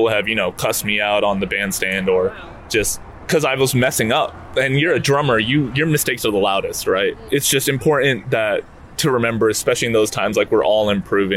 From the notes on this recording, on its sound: Wednesday jazz jam at Hayti Collective Kitchen and Cocktails. This episode features a live recording of the jazz jam on March 1.